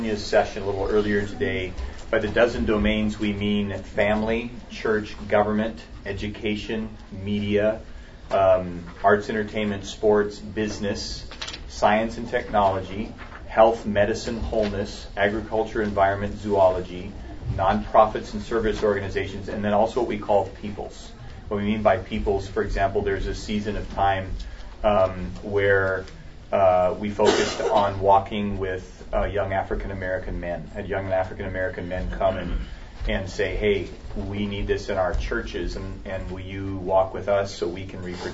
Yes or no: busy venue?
yes